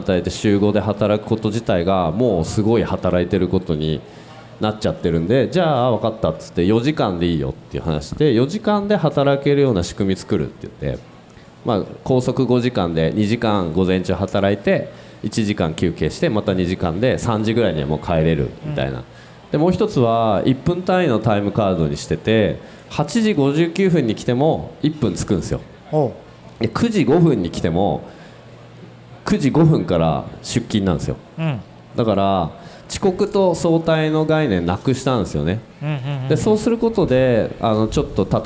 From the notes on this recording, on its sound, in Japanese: 今回の配信はArcade in 那智勝浦2023で行われたkisen radio presents Arcade RADIOの公開収録の最終回です。